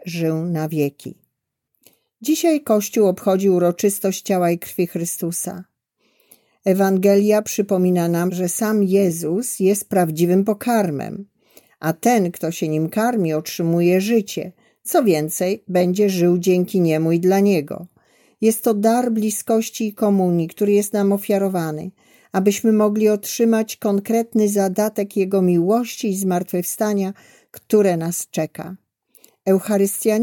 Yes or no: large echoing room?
no